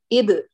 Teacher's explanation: امسك المخرج إب الصاق وتصادم فتباعد انفكاك. وفتح قريب.